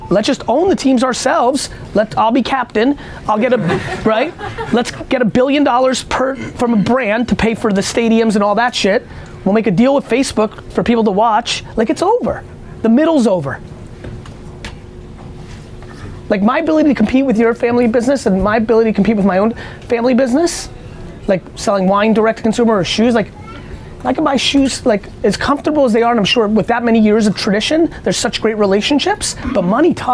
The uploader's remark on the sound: A Live Q&A In an IHOP In Minneapolis